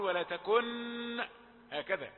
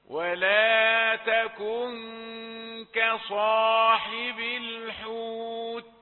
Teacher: إذا أخفي النون ولا تظهرها · Shown in: second take · Term: إخفاء